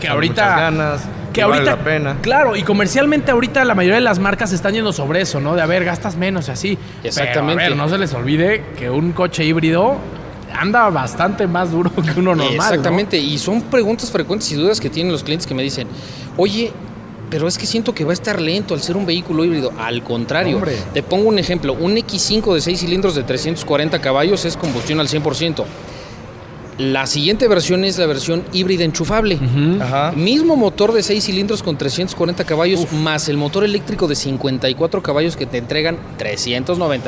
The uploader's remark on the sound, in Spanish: Hoy en Radar Speed tendremos una edición especial con una transmisión en vivo desde BMW Juriquilla.